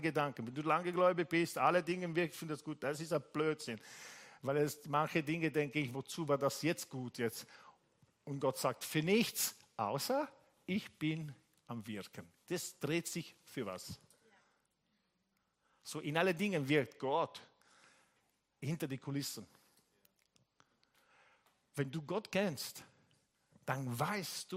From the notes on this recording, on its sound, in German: Gottesdienst live aus der LIFE Church Wien.